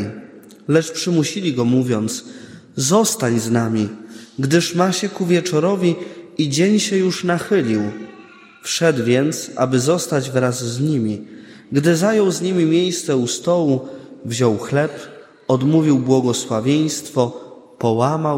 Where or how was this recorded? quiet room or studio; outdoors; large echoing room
large echoing room